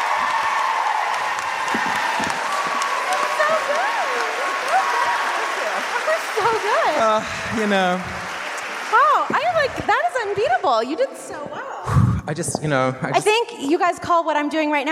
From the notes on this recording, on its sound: Live from Washington, DC. Here's the audio from our DC show.